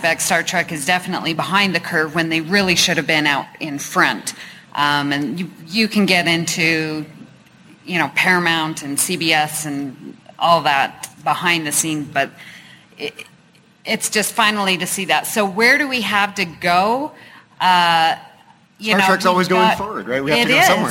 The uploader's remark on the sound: In a discussion panel at the Salt Lake City FanX Fall 2019 event. This is a direct recording from the event and the show starts right at the introduction of the panel.